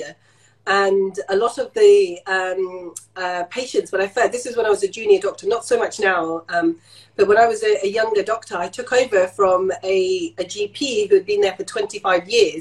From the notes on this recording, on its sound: Taken from their Instagram Live chat